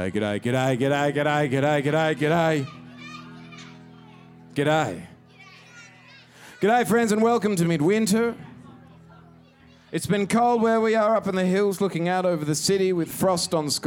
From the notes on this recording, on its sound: Recorded live at the Wudinna football club after the mighty Magpies had logged a historic win a few towns over this episode was a raucous party of fairly epic proportions.